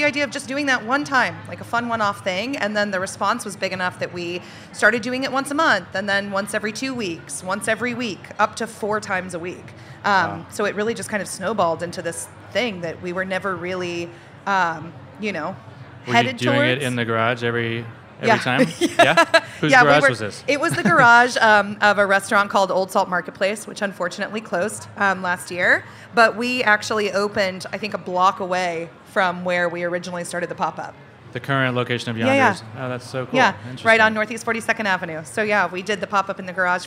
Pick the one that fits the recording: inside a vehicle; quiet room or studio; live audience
live audience